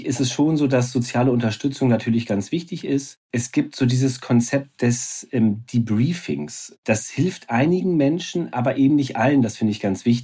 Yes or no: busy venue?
no